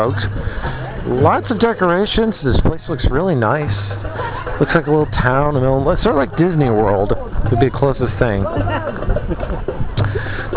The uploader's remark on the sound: Little Extra from RenFest 2006. Was able to capture a few moments from visiting the Renaissance Festival before my iPOD died.